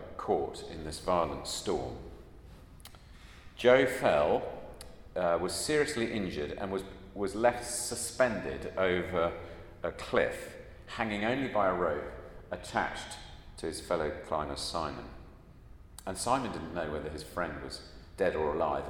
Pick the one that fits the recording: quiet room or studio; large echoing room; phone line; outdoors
large echoing room